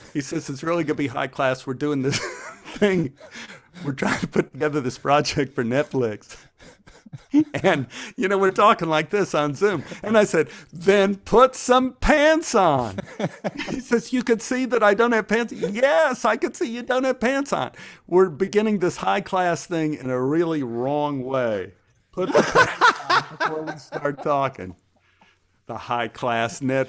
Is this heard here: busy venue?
no